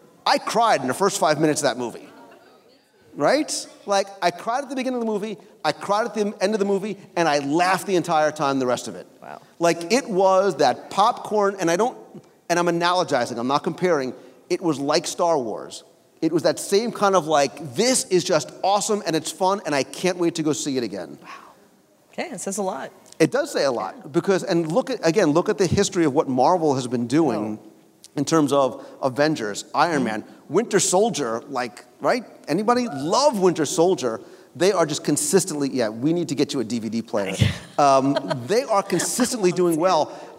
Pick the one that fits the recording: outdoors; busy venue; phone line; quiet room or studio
busy venue